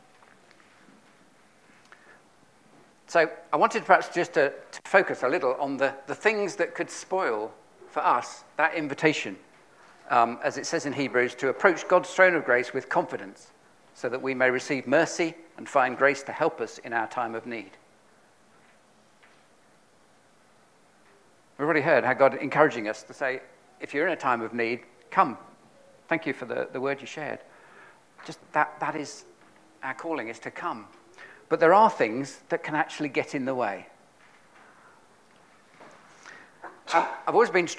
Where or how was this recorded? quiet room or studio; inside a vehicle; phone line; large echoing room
large echoing room